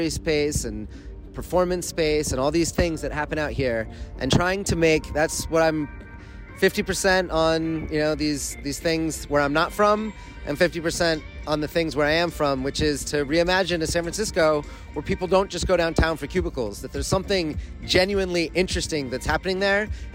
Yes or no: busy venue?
yes